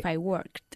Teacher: If I worked less, yeah, if I worked. La ED se pronuncia casi como una T